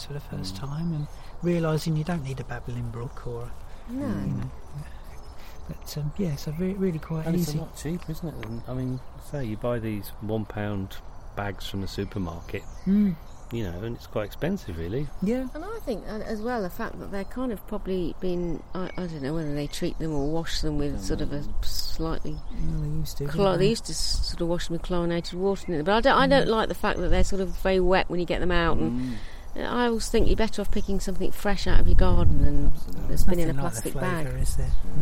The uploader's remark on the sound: Recorded 'on location' at Easton Walled Garden, Lincolnshire